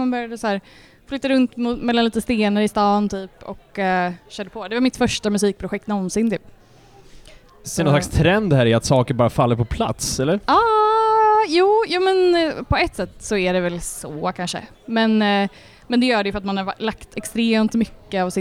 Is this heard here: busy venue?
yes